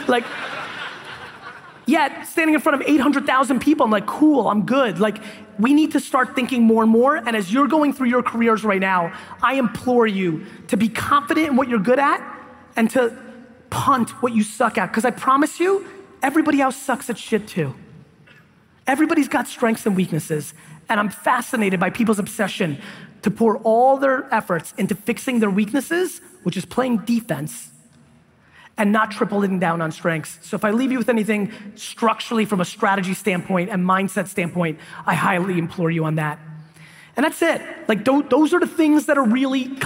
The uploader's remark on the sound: DUTCH BROS KEYNOTE IN PORTLAND, OREGON 2017